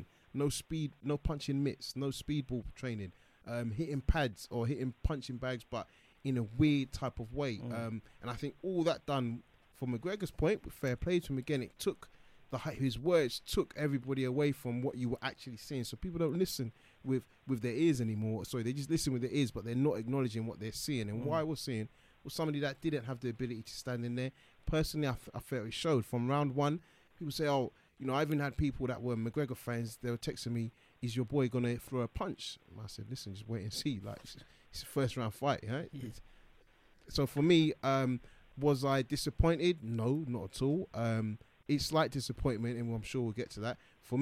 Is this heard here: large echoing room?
no